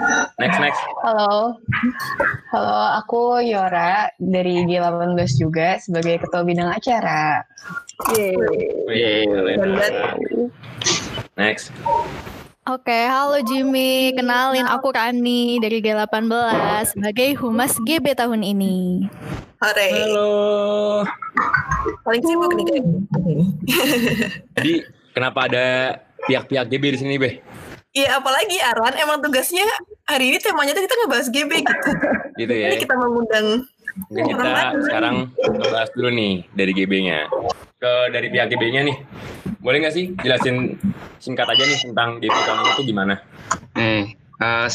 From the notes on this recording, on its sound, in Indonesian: Proses rekaman dilakukan jarak jauh melalui platform Google Meet